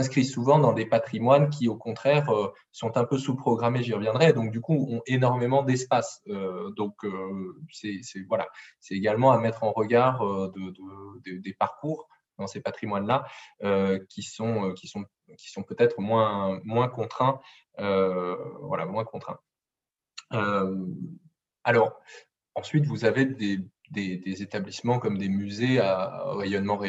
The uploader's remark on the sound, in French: Enregistré sur zoom